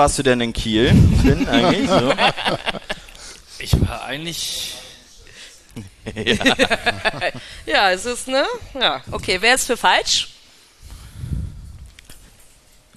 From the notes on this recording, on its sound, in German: Das war ein toller Abend in den Fanräumen. Haben wir unsere Monatssendung vor Publikum aufgezeichnet. Vielen Dank an Fanräume, die uns den Saal günstig zur Verfügung stellten.